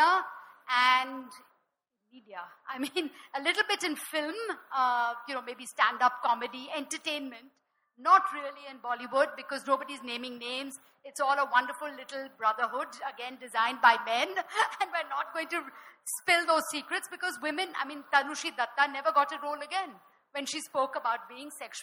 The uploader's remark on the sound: This episode is a live session from #ZEEJLF2019.